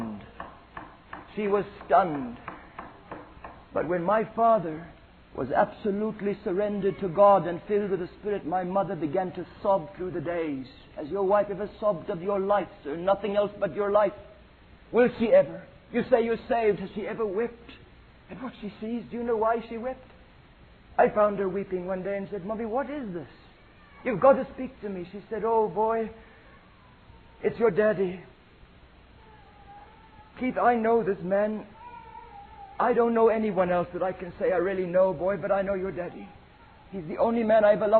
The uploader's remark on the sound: the audio quality is not very good